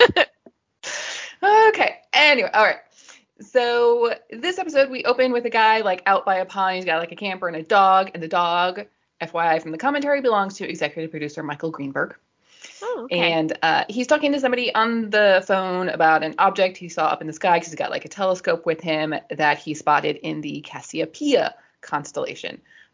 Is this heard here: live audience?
no